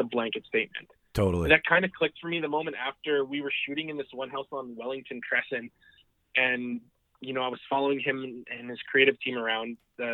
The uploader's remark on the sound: The live debate has been put on the shelf for the moment mostly because its impossible to edit and WAY more fun in the same room. On the phone this week are cast members.